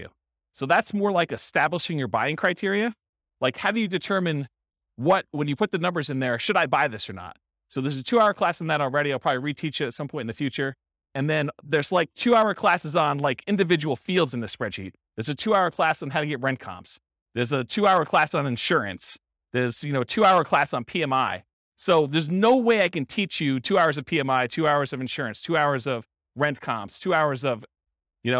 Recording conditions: live audience